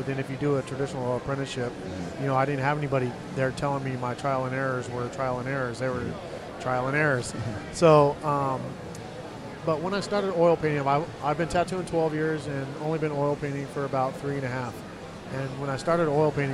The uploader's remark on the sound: Sullen Radio - MUSINK 2015. In the Sullen Clothing booth, at the 2015 Musink festival.